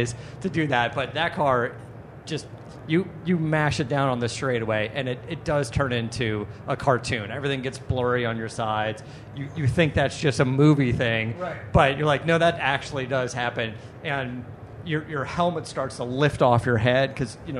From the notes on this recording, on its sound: Live from K&N Filters at SEMA. Live at the K&N Booth at SEMA.